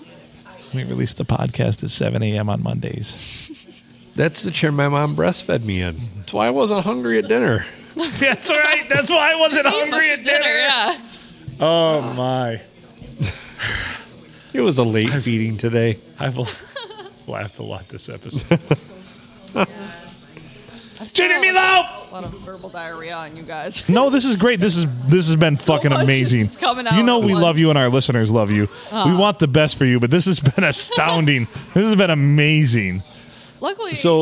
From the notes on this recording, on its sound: Recorded on a Sunday night. Serving us drinks at The Blue in the 4-69!